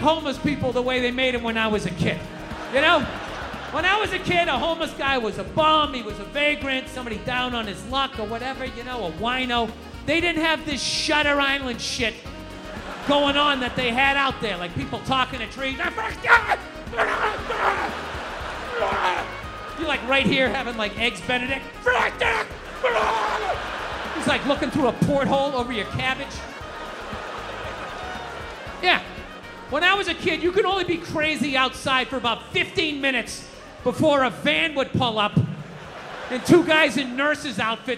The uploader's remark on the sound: Live at Red Rocks (2022). Sped up 1.15x, intro/outro trimmed, Up Beat Smooth Jazz Saxophone Instrumental audio added.